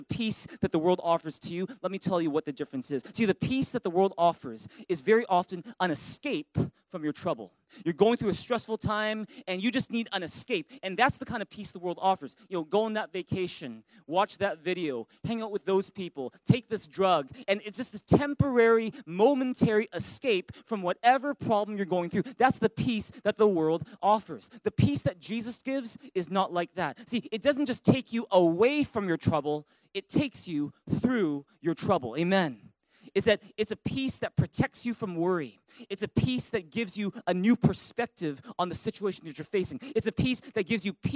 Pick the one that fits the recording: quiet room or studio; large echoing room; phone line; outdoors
large echoing room